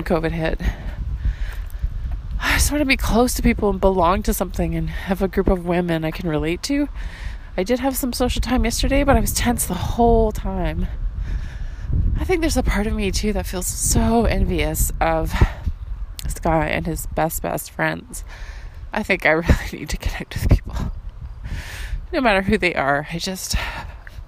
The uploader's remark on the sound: The wind is brutal in this audio walking journal I didn’t think I’d publish.